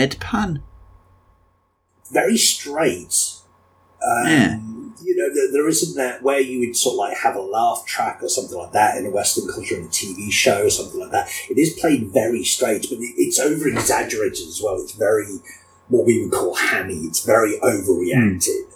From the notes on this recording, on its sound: There are issues with the audio on this one. I’ve done everything I can to fix this (the show itself is a 2nd stab at recording), but there’s only so much an editor can do.